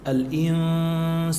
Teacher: الإنسان في إخفاء، نون ساكنة وبعد سين إخفاء